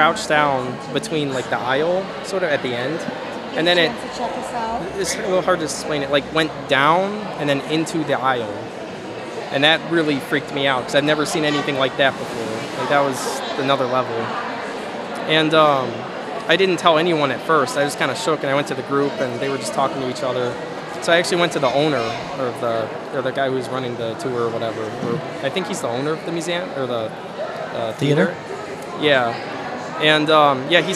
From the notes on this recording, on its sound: This episode was recorded live at the Chicago Paranormal Convention!